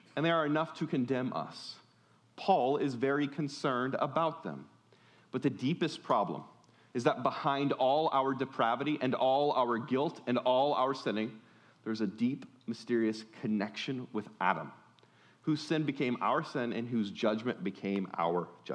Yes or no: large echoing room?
yes